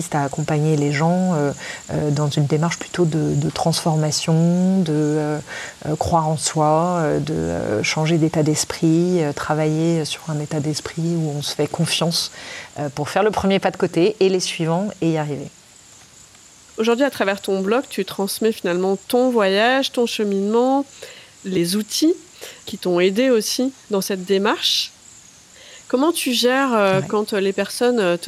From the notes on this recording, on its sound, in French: laissez-vous porter par la symphonie de la faune et la flore environnante, en toile de fond de cet échange